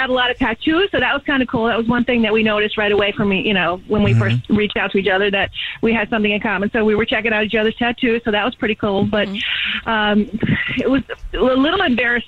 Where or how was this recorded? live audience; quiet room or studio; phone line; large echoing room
phone line